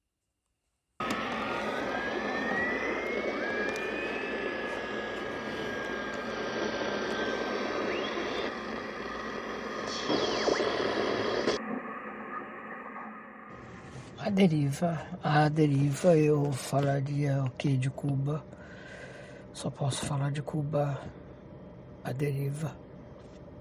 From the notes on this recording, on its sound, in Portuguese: Sequência de captações de vendedores ambulantes em Cuba. Arquivo da televisão cubana pré revolução.